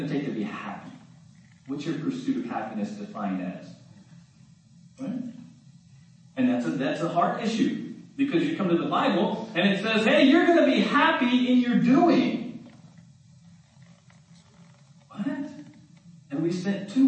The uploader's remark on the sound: We apologize for the quality of this recording. We experienced technical difficulties on Sunday.